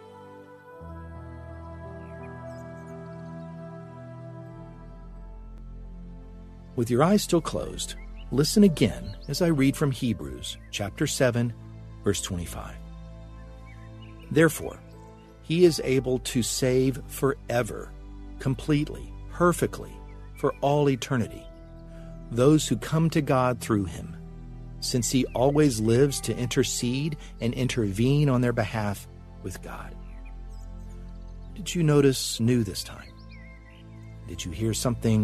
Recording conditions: sounds in the background